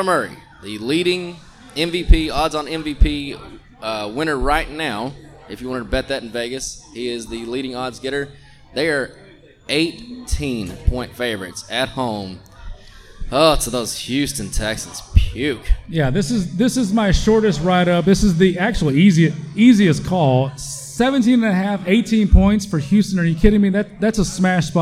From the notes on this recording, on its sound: We did this one live from The Chop House Live in Roanoke!